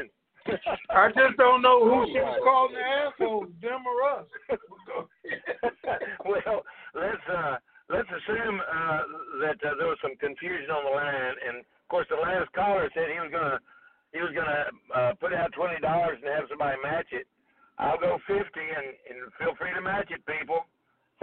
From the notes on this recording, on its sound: TNTSuperfantastic Conference Call